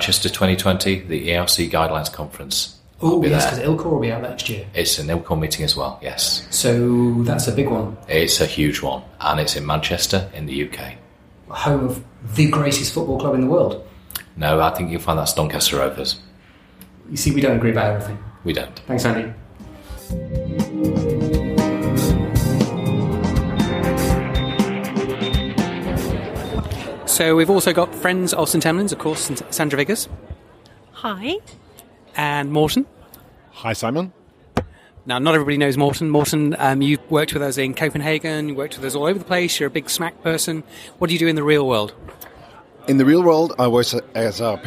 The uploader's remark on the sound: European Resus Council meeting Slovenia 2019. A vox pop round up of the best of the ERC19 conference in Slovenia.